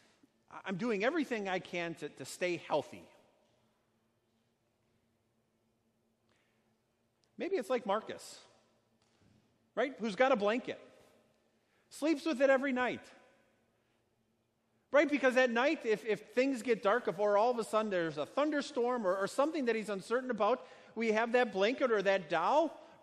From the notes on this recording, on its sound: Sermon preached at Our Savior Lutheran Church in Birmingham, AL, on Sunday, July 28, 2019.